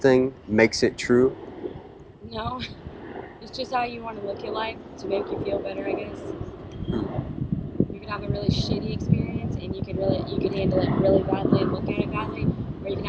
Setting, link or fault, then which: fault, wind noise